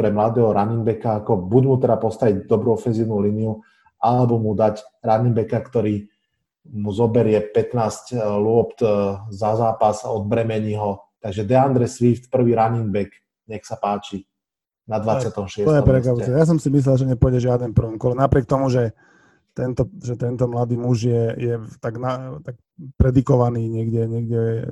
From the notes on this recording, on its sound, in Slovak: Zvuk je záznamom zo zoom konverzácie, je to žiaľ počuť.